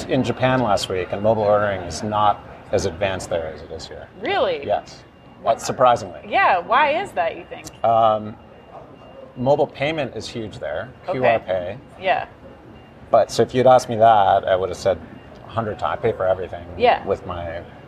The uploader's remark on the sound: live from Groceryshop